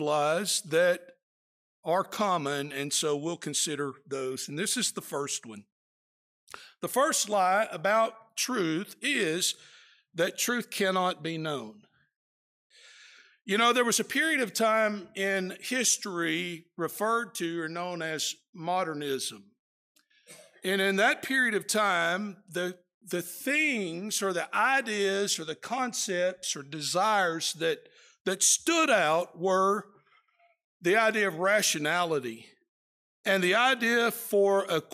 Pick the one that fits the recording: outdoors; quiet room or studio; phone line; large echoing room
large echoing room